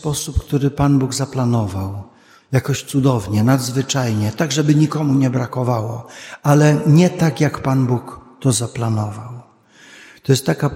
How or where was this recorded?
large echoing room